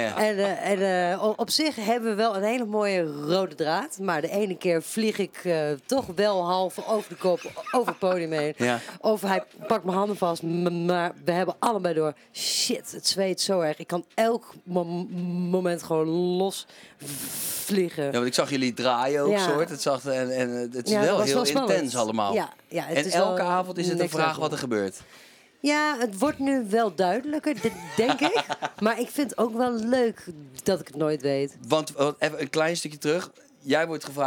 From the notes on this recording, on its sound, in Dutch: in de Kleinste Kroeg, backstage bij De Vrienden van Amstel LIVE